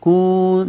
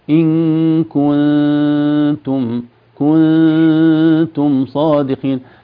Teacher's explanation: يعني حتى في كنتم شريفة في الغنة لا تعطيها واو، لا تقول كون، لا، ضم الشفتين في الكاف فقط. أما في الغنة لا · Shown in: second take